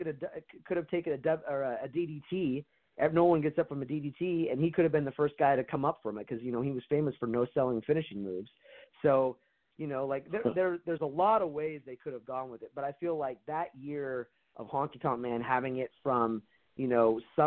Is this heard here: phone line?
yes